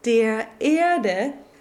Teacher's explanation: you can hear a slight separation between the words that we often talk about in German when a word begins with a vowel. Sometimes we call this a glottal, sometimes we call it a separation, But in any case, we just need that little bit of space before it.